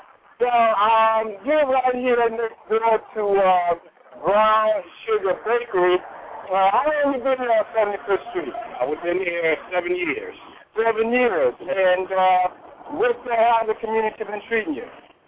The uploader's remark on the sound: "All Eyes on Chicago” as we broadcast "LIVE" from The Brown Sugar Bakery.